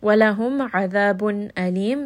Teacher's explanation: So عَيْن، again from the middle of the throat. Hamza is from the bottom of the throat.